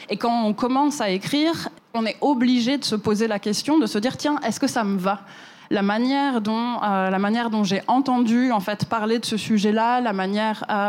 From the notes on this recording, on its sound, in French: Cet épisode a été enregistré à la Gaîté Lyrique.